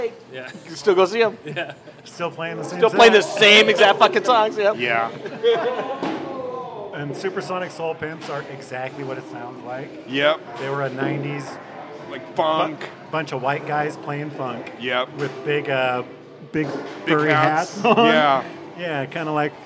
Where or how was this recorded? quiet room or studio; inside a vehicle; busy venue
busy venue